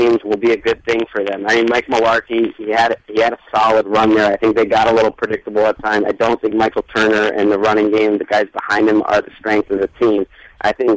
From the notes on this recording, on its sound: The guys then phone up.